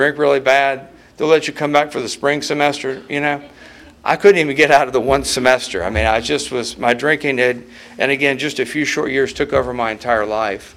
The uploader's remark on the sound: at the 34th Freedom From Bondage Conference in Aberdeen NC in 2023